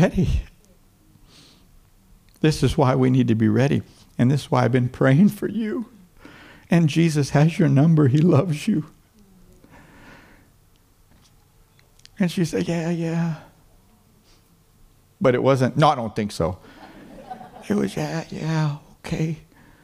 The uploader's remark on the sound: Foursquare Centenary Conference - Day 2, Session 3